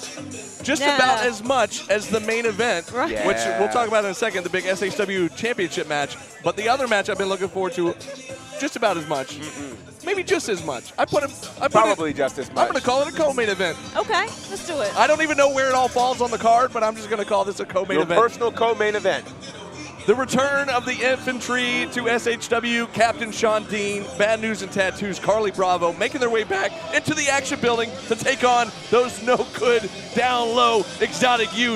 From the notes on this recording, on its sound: bringing us the LIVE SHW57 Pre-Show from The Action Building in Canton, Georgia!